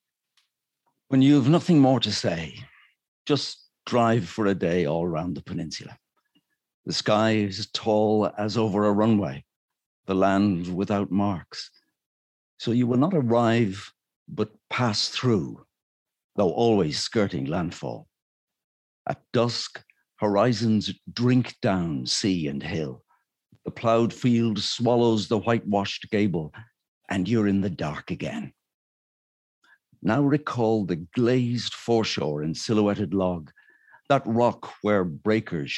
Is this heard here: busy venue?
no